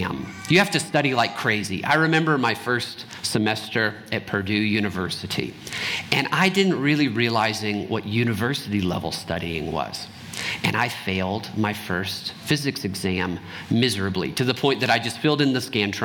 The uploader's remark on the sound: Trinity Anglican Church Littleton, CO